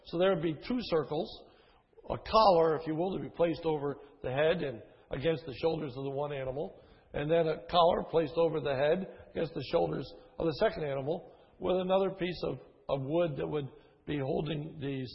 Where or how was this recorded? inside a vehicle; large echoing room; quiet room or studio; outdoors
large echoing room